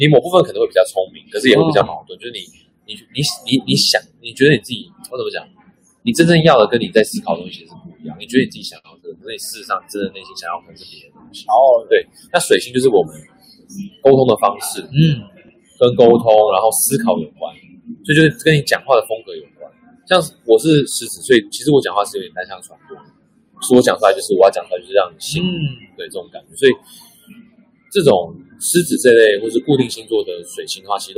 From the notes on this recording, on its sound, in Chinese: 本集現場錄音品質稍差，敬請見諒。